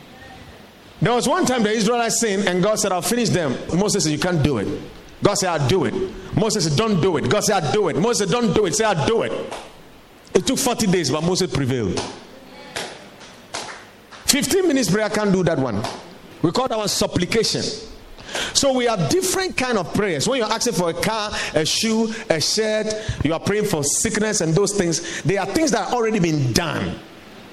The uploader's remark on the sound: Preached at the Watered Garden Church